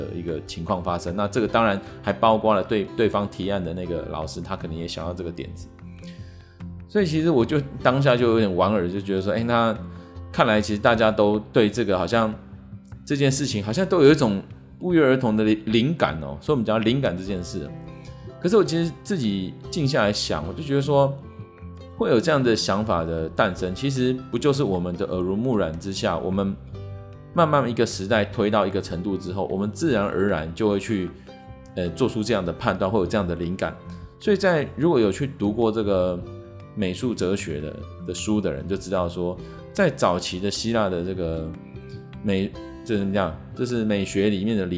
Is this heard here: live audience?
no